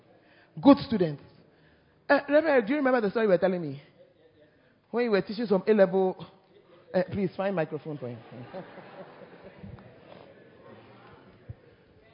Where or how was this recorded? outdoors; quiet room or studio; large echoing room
large echoing room